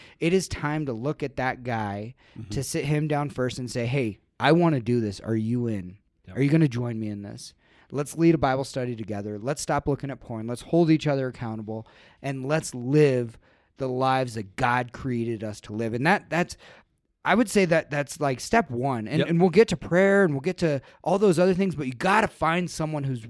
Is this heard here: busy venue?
no